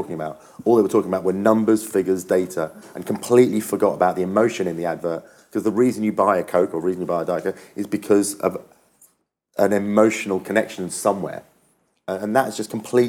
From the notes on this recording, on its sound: Our 'Question Time' event '361 Live' returns celebrating Internet Week Europe with a panel taking questions